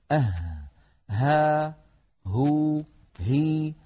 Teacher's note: حرف يخرج من أقصى الحلق، وهو كما تلاحظون حرف ضعيف لكنه يقوى بالضغط عليه · Term: حرف الهاء